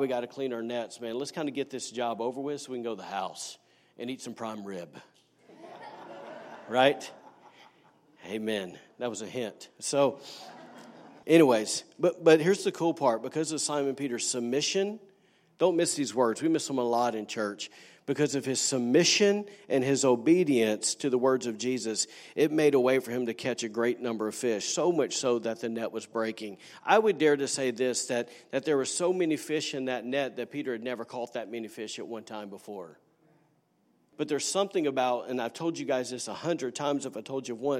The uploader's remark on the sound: was recorded on Sunday, February 10, 2019, during service at The Anchor Church in Rockport, Maine.